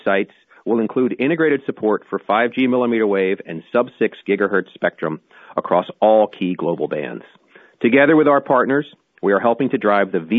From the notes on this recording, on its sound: Earnings Conference Call.